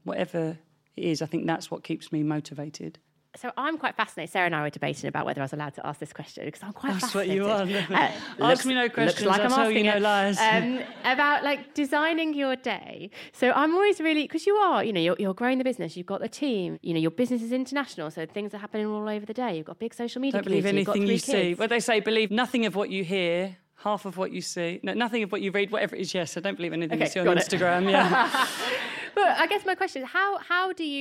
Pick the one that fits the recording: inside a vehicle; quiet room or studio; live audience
live audience